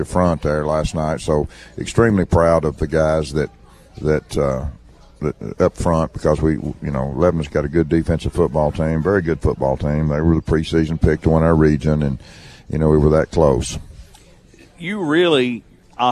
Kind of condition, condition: setting, busy venue